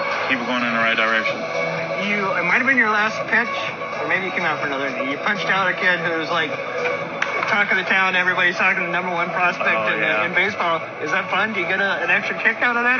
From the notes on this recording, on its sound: Pardon the noise — BP time in a stadium is a noisy environment!